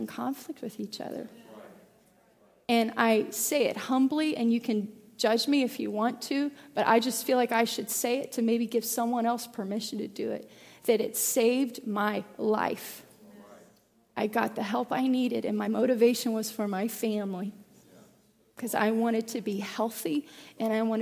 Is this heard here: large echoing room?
yes